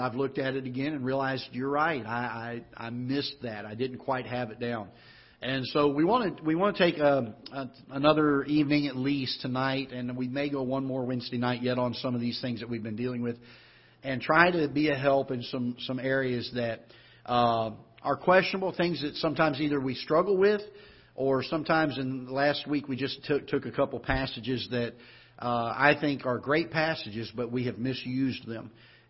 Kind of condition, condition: setting, large echoing room